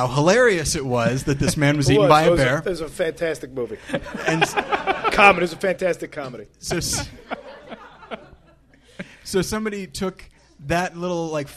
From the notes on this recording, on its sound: Battleship Pretension Live 4. At Meltdown Comics.